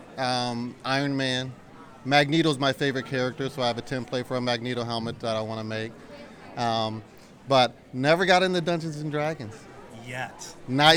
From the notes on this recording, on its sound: Steal the mic and wander around STEAM into Star Wars, a convention experience. Has built at our local high school that's free for the community to experience. Come listen in to vendors, cosplayers, and gamers share their hobbies and passions.